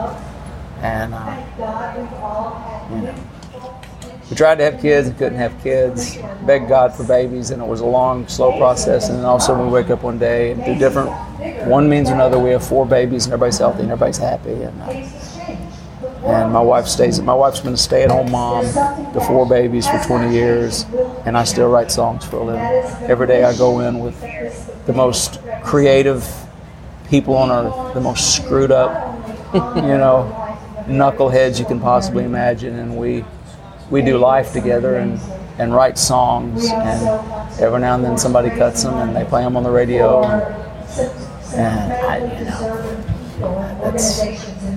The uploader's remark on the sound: At the 18th annual John Jarrard Foundation concert at the Brenau University Front Lawn in Gainesville, Georgia. There's a lot of background noise, but you can understand the conversation.